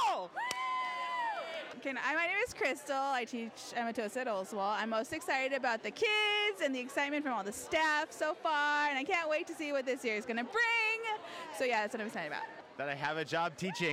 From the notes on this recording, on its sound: Parking Lot Podcast. Recorded at our awesome RUSD kickoff! We are educators in Rowland Unified School District in Southern California.